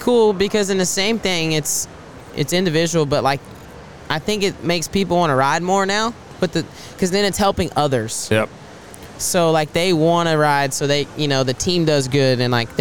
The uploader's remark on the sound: Today we are coming to you from the NRG Center at RodeoHouston and we are lucky to be in the Lane Frost Brand booth for today’s episode of the podcast.